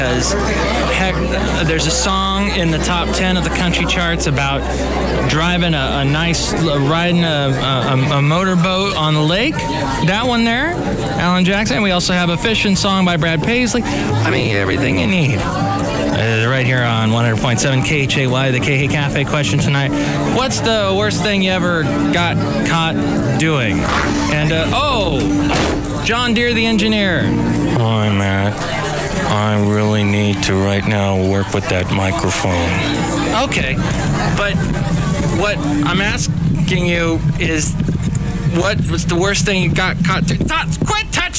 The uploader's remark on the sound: podcasts live from Café Anyway